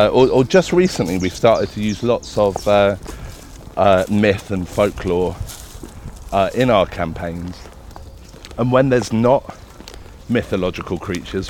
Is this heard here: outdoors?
yes